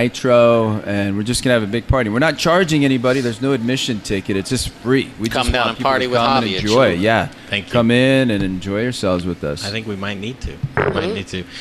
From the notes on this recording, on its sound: The Modern Eater Show live from the Stanley Marketplace! This unique brewery is in the heart of the Stanley!